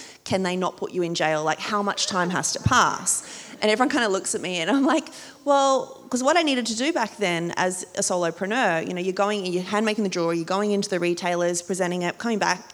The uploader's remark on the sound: This special episode was recorded live. 85 people could sit close to home and listen.